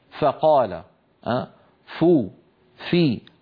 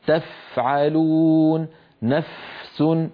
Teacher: فالمتحرك فيه همس، يعني لما نقول فقال، فو، في، كل هذه الفاءات فيها همس، لكن تفعلون، نفس، الفاء الساكنة همسها أوضح.